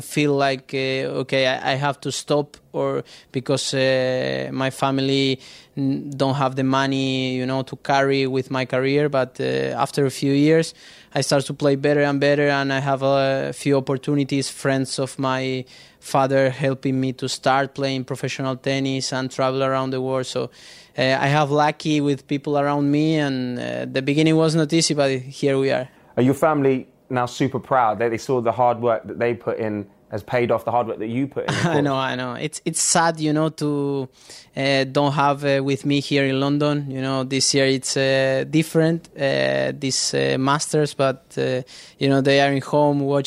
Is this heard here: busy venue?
yes